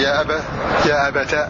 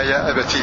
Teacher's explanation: هذه قراءة ابن عامر بفتح التاء في يا أبا يا أبتا، حيث وقع سواء كان في هذه السورة أو في سورة مريم والقصص والصافات، وقرأ غيره بكسرها يا أبتي